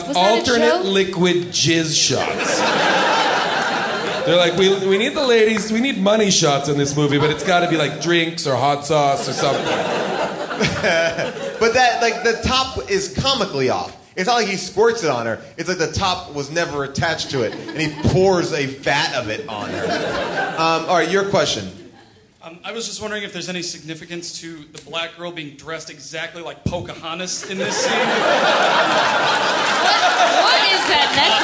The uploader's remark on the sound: Recorded live at Largo in Los Angeles.